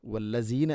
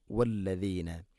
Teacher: വല്ലസീന അല്ല, വല്ലദീന. വല്ലദീന ദാല് നാവിൻ്റെ അറ്റം മുൻപല്ലുകളുടെ ഇരുനരകൾക്കിടയിലൂടെ അല്പം പുറത്തോട്ട് വരണം · Shown in: second take